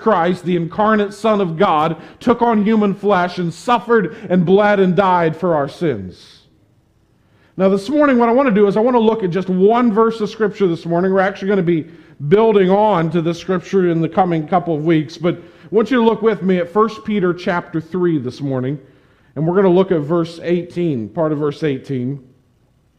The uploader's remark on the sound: Preached this sermon on September 19, 2021 at the Tarrant Bible Methodist Church. Preached this sermon on September 19, 2021 at the Tarrant Bible Methodist Church.